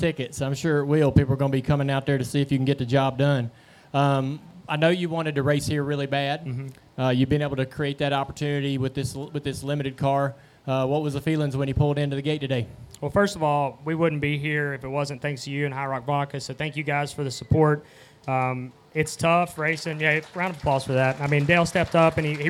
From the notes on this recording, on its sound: Tuesday Q&A Session Live from North Wilkesboro. We have a special bonus episode live from North Wilkesboro Speedway.